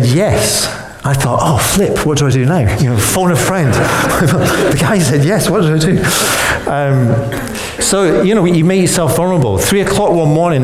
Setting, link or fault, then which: setting, live audience